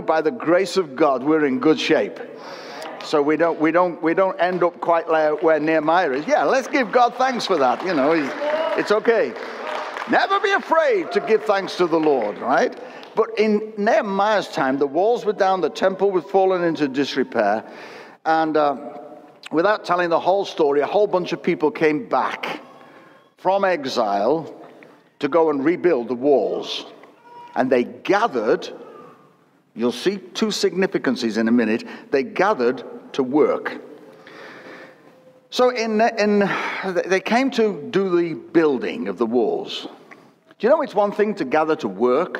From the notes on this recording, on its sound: Recorded at Destiny's 22 Anniversary service.